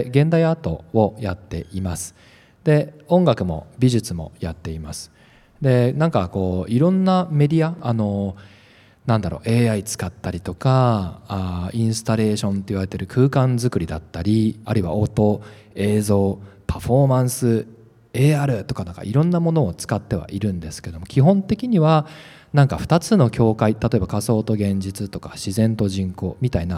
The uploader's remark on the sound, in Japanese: 資生堂のオープンイノベーションプログラム fibona 「Around Beauty Meetup」初の公開収録を配信します。S/PARK 1F。